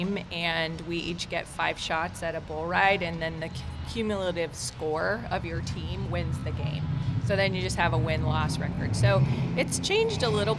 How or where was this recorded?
busy venue